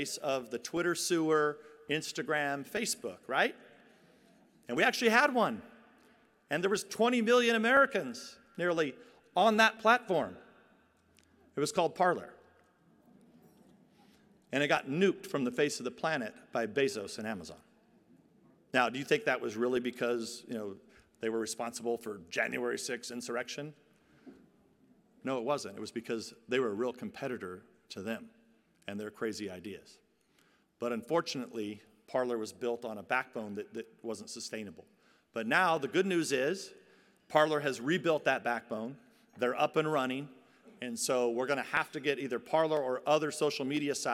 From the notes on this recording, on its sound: delivers keynote address at the Iowa Faith and Freedom Townhall, September 18, 2021